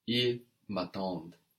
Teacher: the ENT is silent now, but it of course makes us hear that D that comes before that ENT